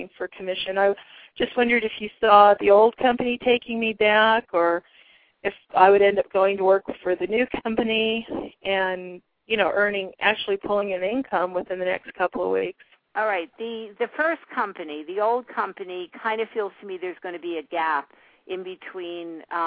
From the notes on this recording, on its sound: live call-in radio talk show